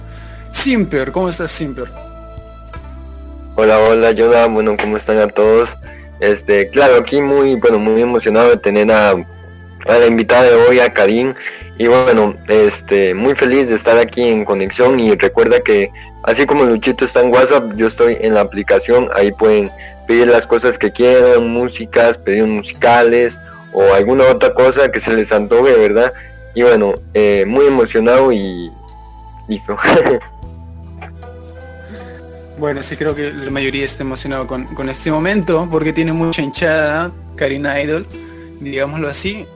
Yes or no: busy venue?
no